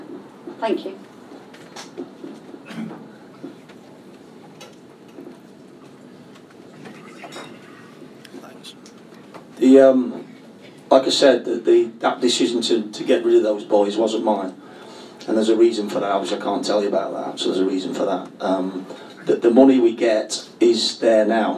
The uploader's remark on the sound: Was recorded in the Supporters Club. Spoke to a live audience of Leyton Orient fans.